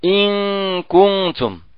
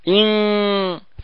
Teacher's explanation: إذا ندخل يعني هنا يعني الأصبع داخل الفم، إن فنجد أن طرف اللسان انحدر إلى أسفل، أي ابتعد أن طرف اللسان ابتعد عن مخرج النون ونزل إلى صفحة الثنايا السفلى · Term: الإخفاء